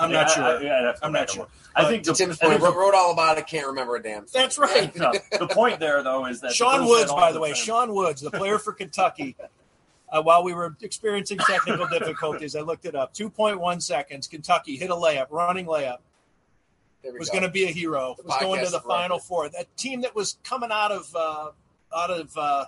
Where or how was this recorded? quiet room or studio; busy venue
busy venue